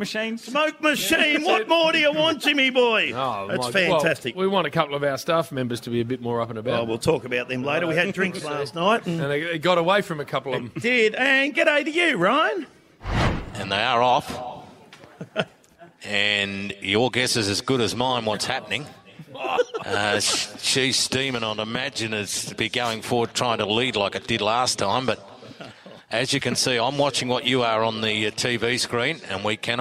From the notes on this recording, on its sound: The Rush Hour Live From Melton Entertainment Park. Live at Melton Entertainment Park for the Rush Hour's Mad Month.